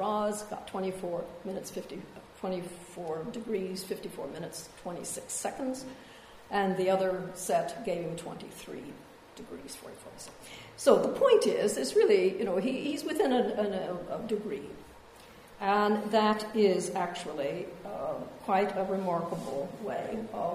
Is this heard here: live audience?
yes